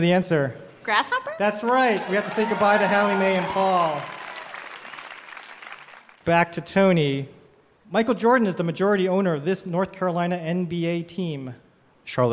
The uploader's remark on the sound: Live from Central Park's SummerStage Festival